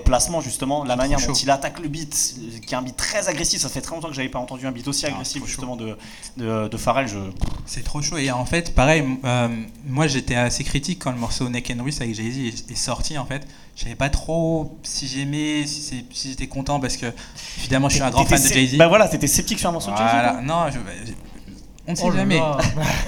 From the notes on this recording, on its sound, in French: Un podcast enregistré en public le 20 décembre 2022 à l’Union de la Jeunesse Internationale (75018).